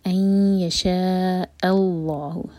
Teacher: حمزہ light, لام جلالہ heavy, اور آخر میں جب ہا پر رکیں تو ہا کی آواز کلیئر آئے